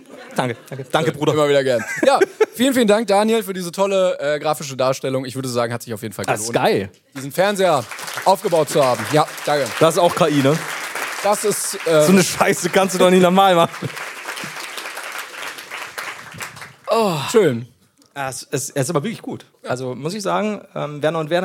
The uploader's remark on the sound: LIVE in Hamburg. Auf der Reeperbahn nachts gegen 8.